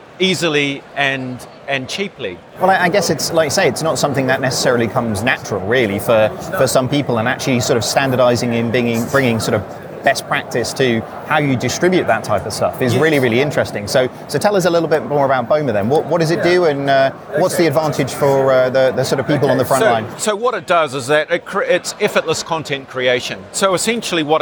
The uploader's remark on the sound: Live from Xerocon